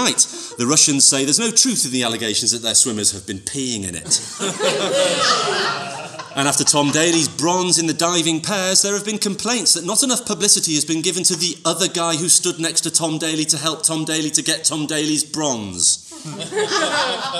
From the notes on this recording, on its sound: Recorded at the Westwood Centre in West Yorkshire in front of an audience of humans.